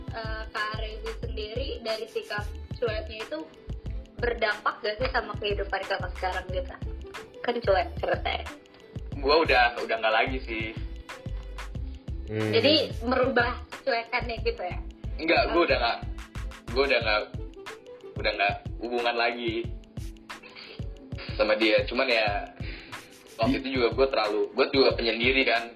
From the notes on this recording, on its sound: Disclaimer: Episode ini direkam saat pandemic COVID-19 sedang menyebar dimana-mana sehingga rekaman ini direkam dengan cara Record from Home. We are so sorry for the sound & voice quality which is not our best at the moment.